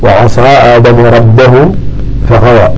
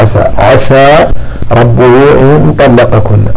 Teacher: حتى لا يشتبه الصاد المنطبق مع السين المنفتحة